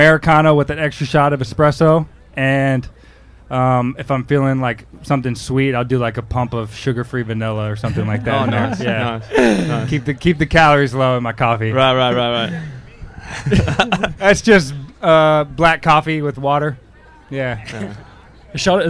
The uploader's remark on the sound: We are in Philly for the Penn Relays. In front of a live audience.